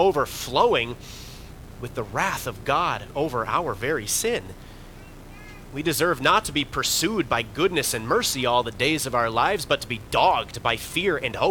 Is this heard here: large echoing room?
yes